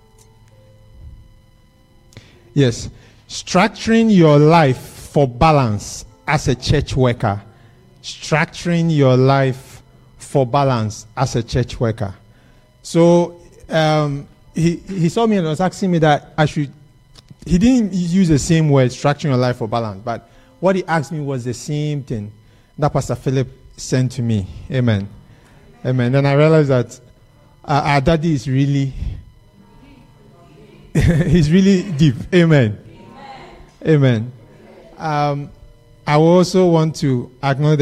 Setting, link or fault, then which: setting, live audience